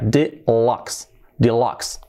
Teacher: la pronunciación es casi una mezcla entre I y E. Casi una E, prácticamente.